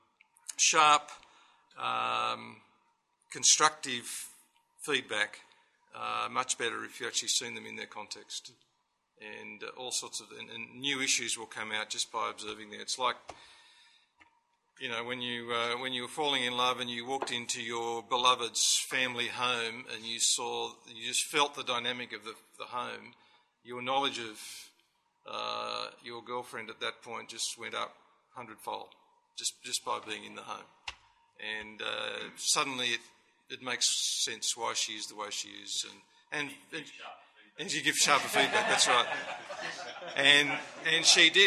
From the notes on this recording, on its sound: This audio was recorded as part of The Geneva Push's 2012 conference for network coaches.